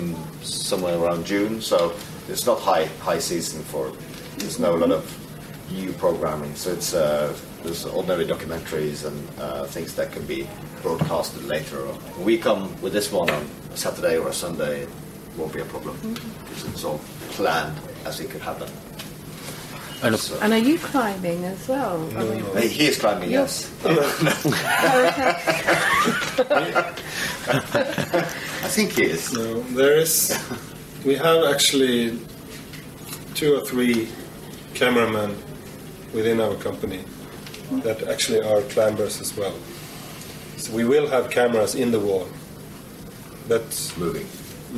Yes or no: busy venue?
yes